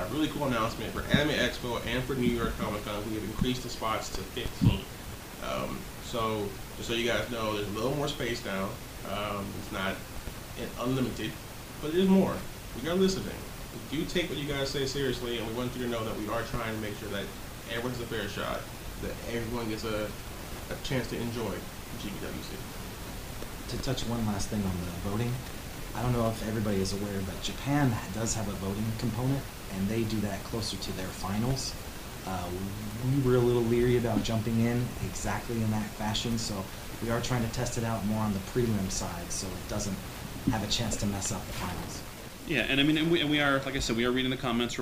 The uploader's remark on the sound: Sorry for the audio, we wanted to get this out as soon as possible.